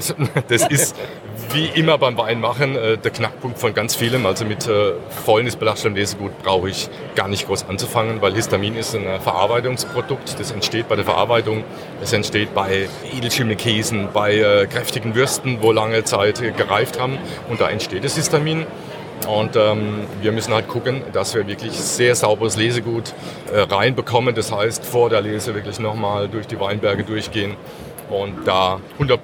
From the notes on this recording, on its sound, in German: ProWein Special. Live von der weltgrößten Weinmesse „ProWein“.